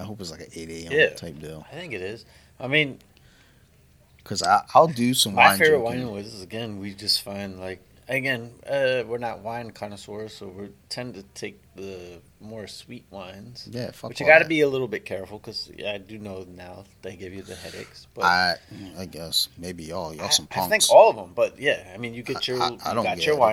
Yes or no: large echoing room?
no